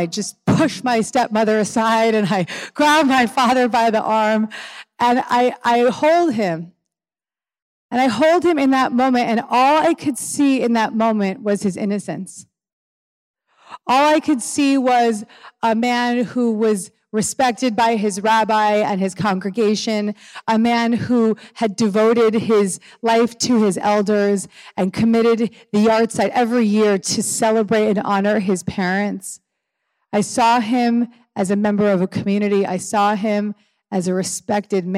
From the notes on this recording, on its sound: one of my BEST live talks ever